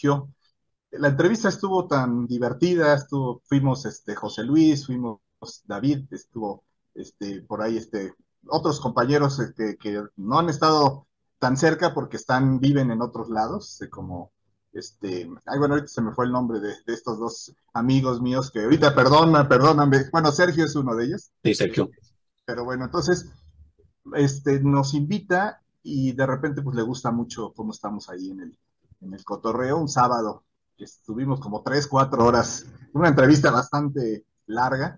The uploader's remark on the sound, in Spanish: Charlamos via zoom